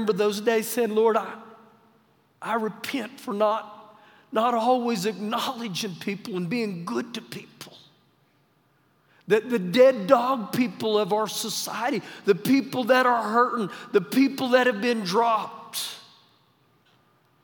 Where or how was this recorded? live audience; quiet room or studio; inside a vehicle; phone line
live audience